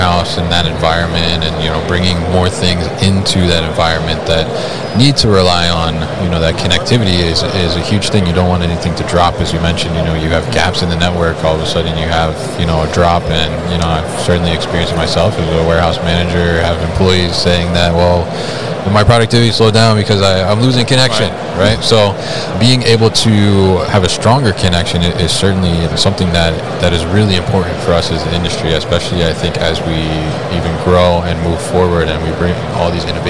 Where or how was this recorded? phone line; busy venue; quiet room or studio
busy venue